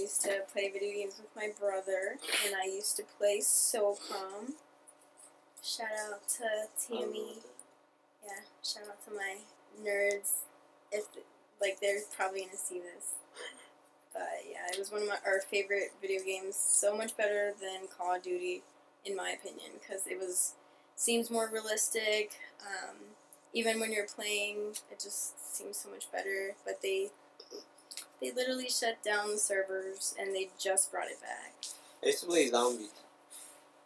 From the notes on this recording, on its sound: This is our first attempt at podcasting so we do apologize for the bad audio and awkward silences.